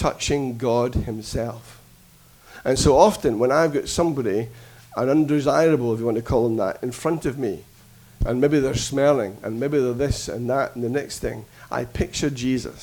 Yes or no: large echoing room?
yes